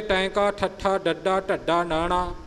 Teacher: ਸਾਡੇ ਦੰਦਾਂ ਤੋਂ ਥੋੜ੍ਹਾ ਜਿਹਾ ਉੱਪਰ ਜ਼ੁਬਾਨ ਸਾਡੀ ਲੱਗ ਰਹੀ ਹੈ